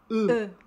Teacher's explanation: é como se você deixasse os lábios na posição de falar i, mas aí você tenta falar u. Então, deixa na posição de i, mas fala u, u, u.